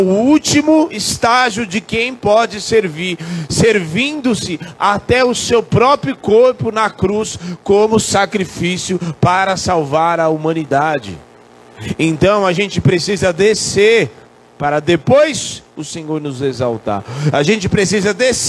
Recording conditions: large echoing room